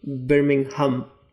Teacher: So putting the stress on the last syllable.